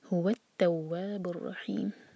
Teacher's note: زور دیں ہا پر، ہا کے دومہ پر